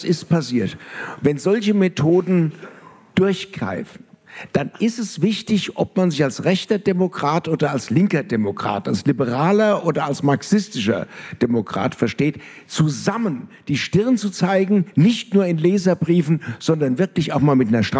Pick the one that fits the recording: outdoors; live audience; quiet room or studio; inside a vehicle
live audience